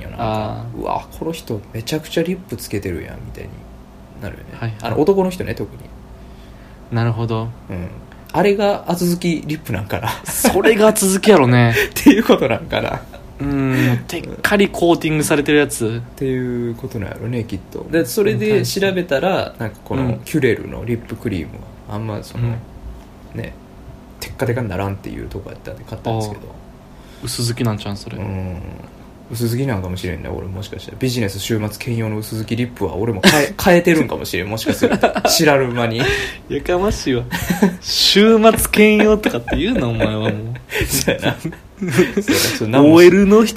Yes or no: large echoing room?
no